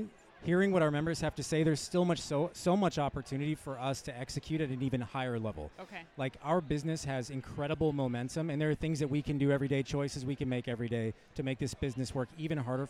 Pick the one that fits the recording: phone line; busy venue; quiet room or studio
busy venue